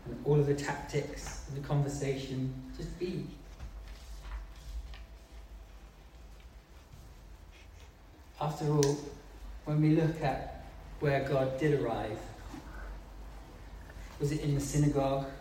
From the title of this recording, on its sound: Live meeting 27 12 2020